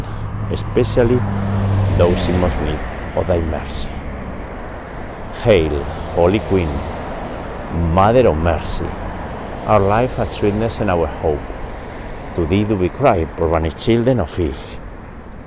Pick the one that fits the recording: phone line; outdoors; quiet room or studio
outdoors